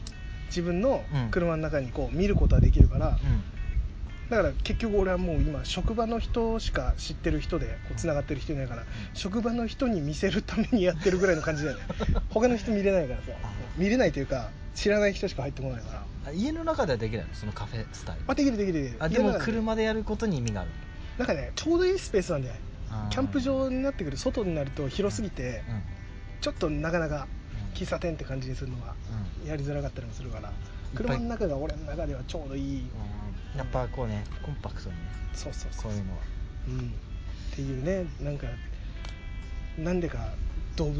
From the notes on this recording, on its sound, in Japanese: 今回は念願のBBQをしながらの収録です！屋外で食べながら話しているので、雑音等々お聞き苦しいかとは思いますが。鳥の声、風の音などと一緒に、普段とは違った環境での話をお楽しみいただければと思います。